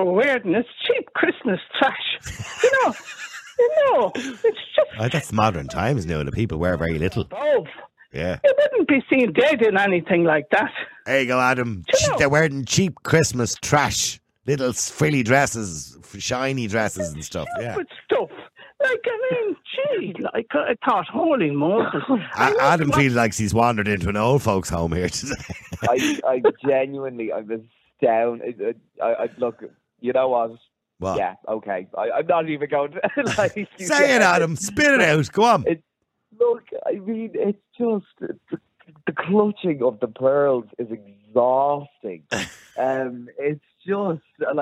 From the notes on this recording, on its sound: opens the phone lines to hear diverse opinions